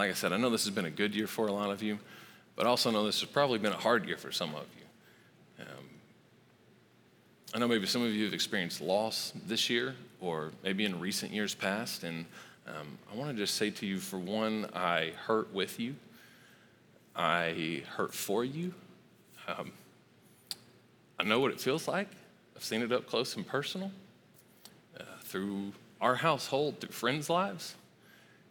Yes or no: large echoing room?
yes